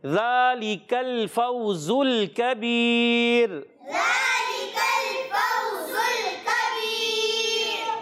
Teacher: زال میں کبھی بھی سیٹی نہیں ہوتی اور زا میں سیٹی ہوتی ہے